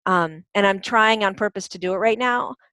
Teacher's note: typically at the end of a sentence, you notice that the voice gets kind of crackly. · Term: vocal fry